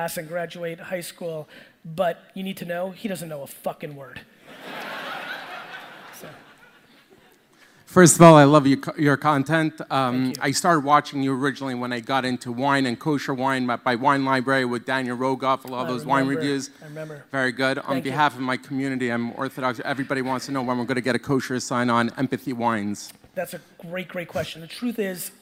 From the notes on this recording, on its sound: Digital Agency Expo Keynote.